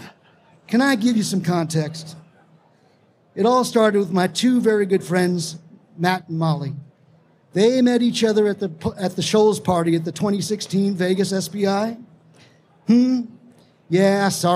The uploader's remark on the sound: Let's Get Married at RE+ in Vegas (Live from Las Vegas). You’ll hear a live storytelling about two solar pros who decide to get married at a solar conference in Las Vegas.